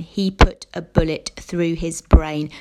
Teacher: The centre of the poem is this brutal line, "He put a bullet through his brain." So like the title, Suicide in the Trenches, this is matter of fact and abrupt, with this harsh, plosive B sound showing the brutality of the action